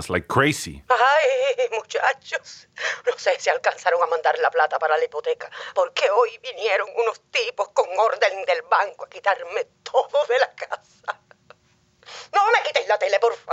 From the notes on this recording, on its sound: Call their mother in Colombia. They call their mother, who sounds like she's getting robbed!